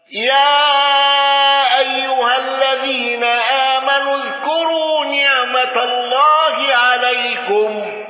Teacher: الأصفهاني بتوسط المنفصل وتوسط الصلة المهموزة والنقل